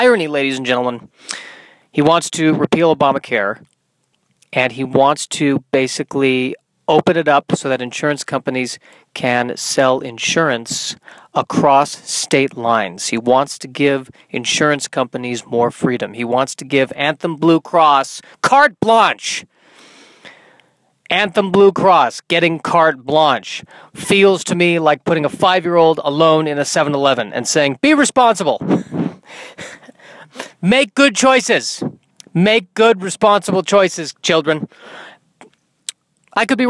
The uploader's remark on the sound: in my car on a Sunday afternoon